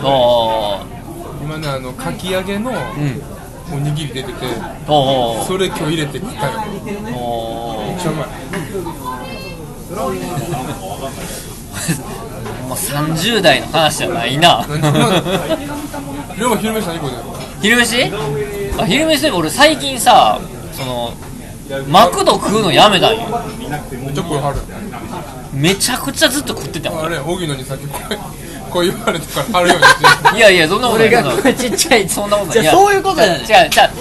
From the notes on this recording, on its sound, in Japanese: 引き続き焼き鳥屋での収録。音量バランスが崩壊しており。